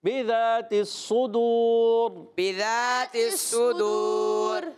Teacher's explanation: یہاں را کو پر پڑھیں گے کیونکہ را ساکن ہے